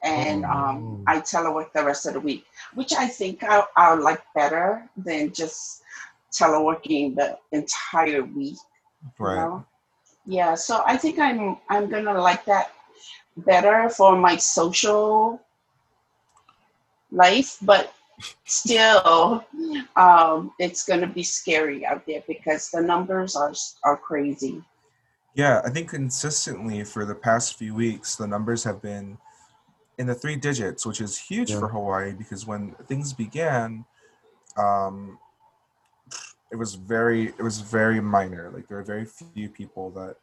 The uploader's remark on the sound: via zoom